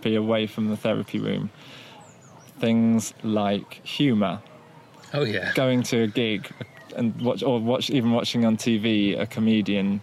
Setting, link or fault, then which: setting, outdoors